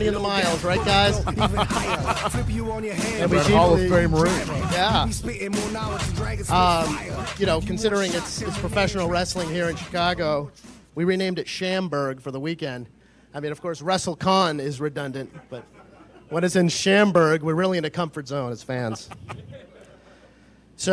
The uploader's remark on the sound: Live From Starrcast